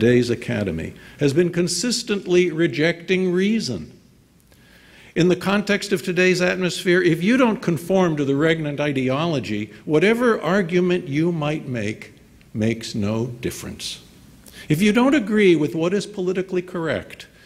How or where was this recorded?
live audience